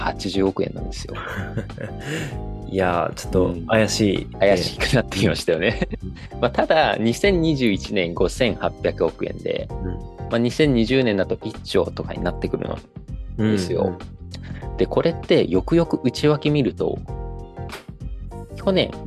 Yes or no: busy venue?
no